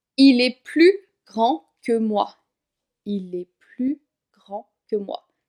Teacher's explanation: On a bien un adverbe de quantité, mais je ne prononce pas le S parce qu'il y a un mot avec une consonne juste après.